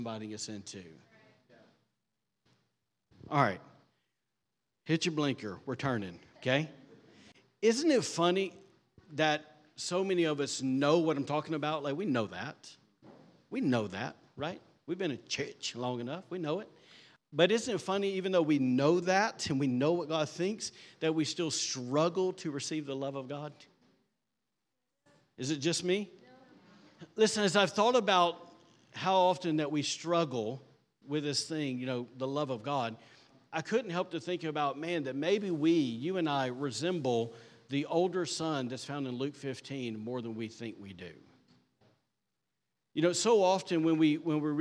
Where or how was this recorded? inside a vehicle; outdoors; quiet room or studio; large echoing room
large echoing room